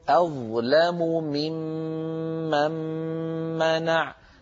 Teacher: توالى في النطق بسبب الإدغامات ست ميمات حرف الميم تكرر ست مرات متتالية لا يفصل بين هذه الميمات